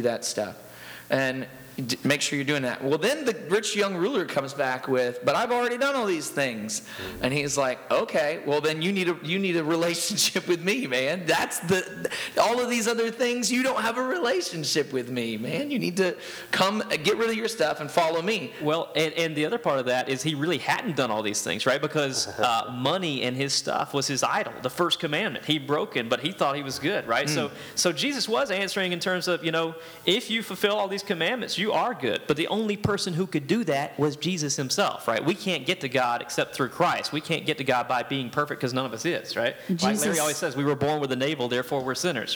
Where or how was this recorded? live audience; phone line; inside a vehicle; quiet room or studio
live audience